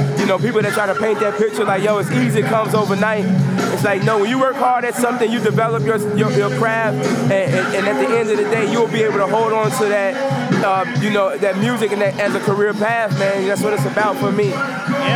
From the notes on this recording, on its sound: Recorded at SXSW 2016